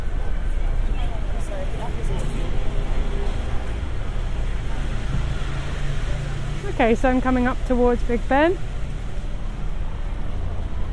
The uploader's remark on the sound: Thames Embankment. This podcast is recorded in 3D sound! She invites you to join her out and about as she captures those small, magical moments of everyday life, in sound.